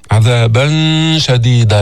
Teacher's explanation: لسانك بيبقى تحت ما يطلع على مخرج النون، فقط الغنة تأتي بها من الخيشوم · Term: إخفاء